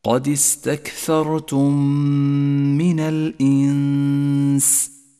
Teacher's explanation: بعدها مباشرة الإدغام الشفوي عند قوله تعالى: قد استكثرتم منا، ميم ساكنة أدغمت بالميم المتحركة التي بعدها، نتج منهما ميم مشددة تحتاج إلى غنة زمنها حركتان، ولذلك هي خضراء اللون في مصحف التجويد إشارة إلى موقع الغنة، تقرأ هكذا: قد استكثرتم من الإنس.